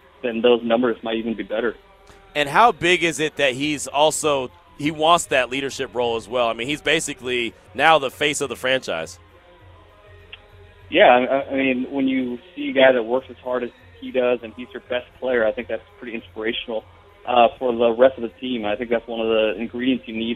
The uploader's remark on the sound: LIVE FROM NBA SUMMER LEAGUE